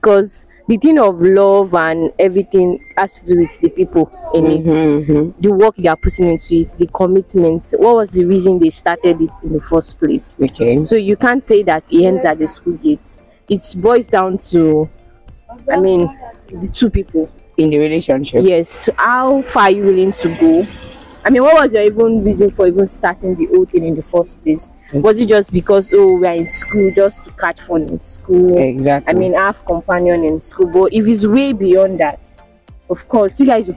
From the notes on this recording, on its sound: The Mic is on the street!